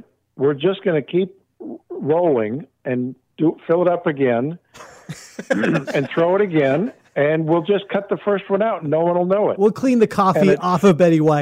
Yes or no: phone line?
yes